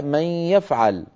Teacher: النون مدغمة في الياء في قوله تعالى من يفعل